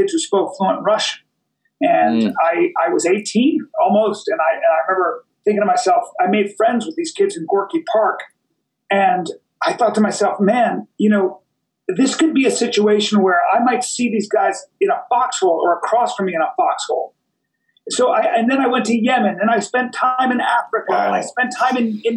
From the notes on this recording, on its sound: I messed up. As a result, the audio quality of today's episode is not up to par with what it usually is.